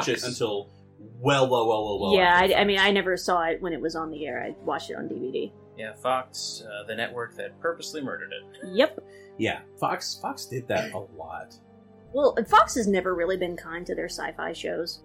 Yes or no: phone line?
no